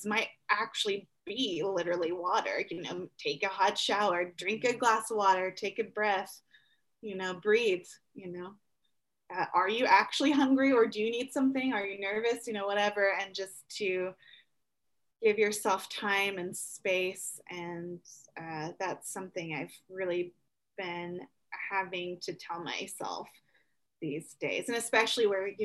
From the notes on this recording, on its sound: We also had some technical issues related to learning to do this via Zoom.